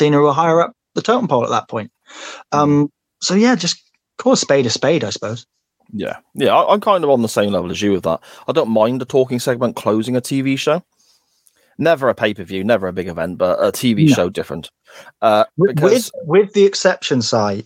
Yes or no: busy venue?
no